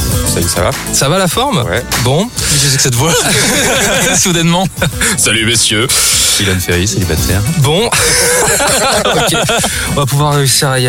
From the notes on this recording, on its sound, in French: Enregistré au Parc de Bercy le samedi 21 avril 2018.